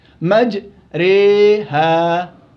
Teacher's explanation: إذا قربت إلى الياء أكثر منها إلى الألف. 75% منها ياء و 25% منها ألف. هذه إمالة كبرى.